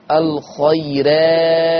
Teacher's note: لورش عن نافع ترقيق الراء وصلا ووقفا